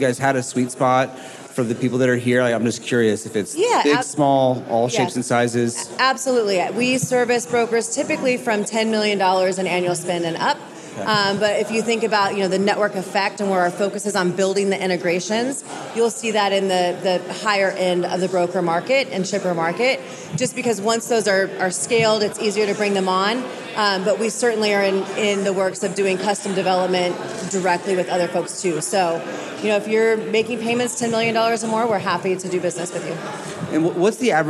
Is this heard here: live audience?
yes